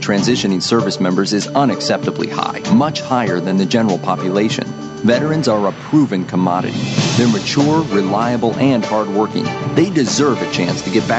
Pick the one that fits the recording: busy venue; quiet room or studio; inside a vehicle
busy venue